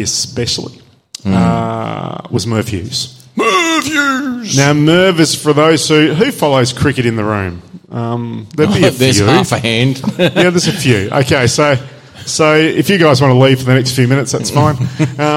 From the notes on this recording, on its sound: Live Show. With a kickass live audience.